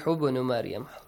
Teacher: Ibn Maryam also ba has an echoing sound.